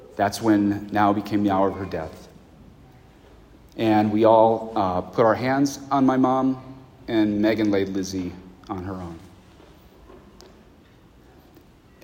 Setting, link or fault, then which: setting, large echoing room